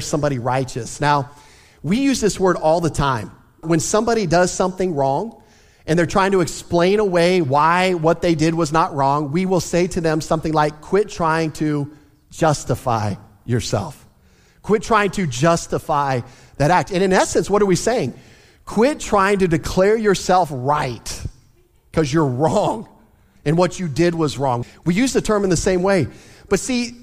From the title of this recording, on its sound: Easter Sunday Service